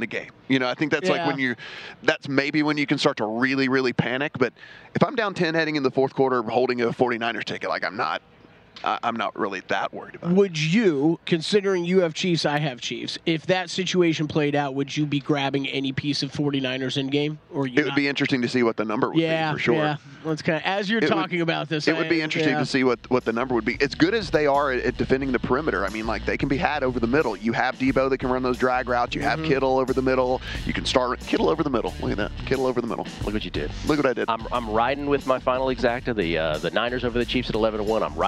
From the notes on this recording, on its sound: broadcasting live from media row